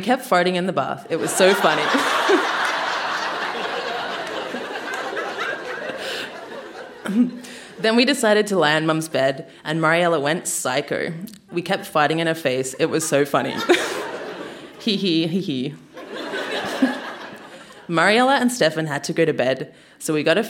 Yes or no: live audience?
yes